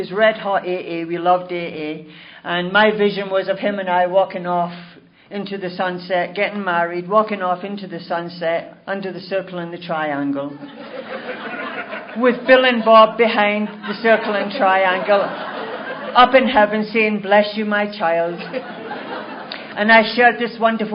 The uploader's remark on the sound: telling her story at the 2011 Crested Butte Mountain Conference